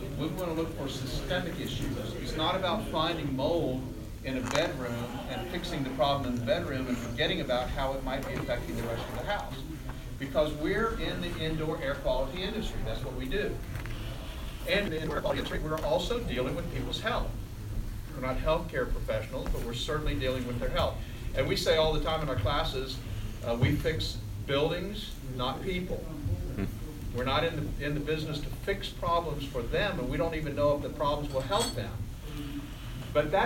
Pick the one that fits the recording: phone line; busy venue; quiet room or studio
busy venue